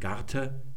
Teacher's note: weil der Akzent vorne liegt, und das hintere so undeutlich ausgesprochen, unbetont wird, ja, sagt man Garte und da wird dann im Neuhochdeutschen Garten draus.